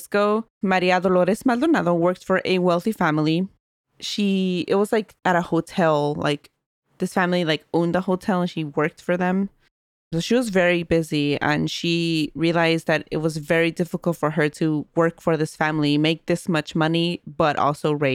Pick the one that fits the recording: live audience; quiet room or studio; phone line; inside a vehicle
quiet room or studio